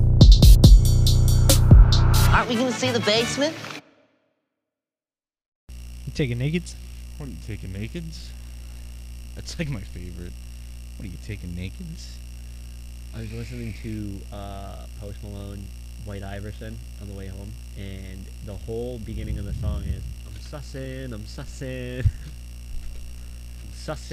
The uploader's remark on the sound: Hey sorry guys but I left the AC on and screwed up the Audio